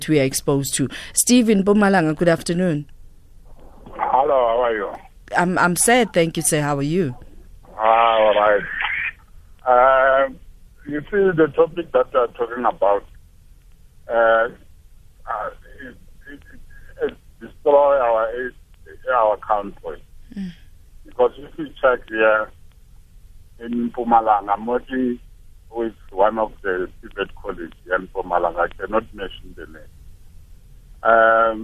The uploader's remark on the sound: Guest (phone)